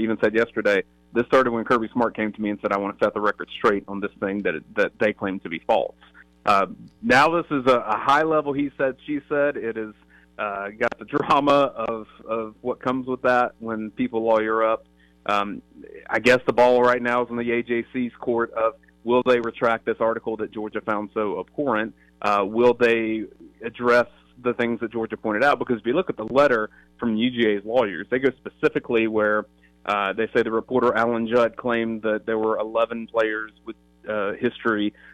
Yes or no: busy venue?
no